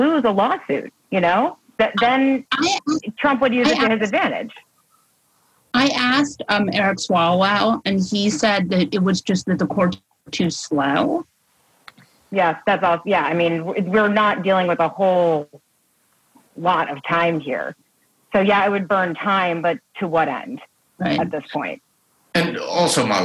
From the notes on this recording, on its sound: In this bonus episode of The New Abnormal , which happened LIVE on Zoom.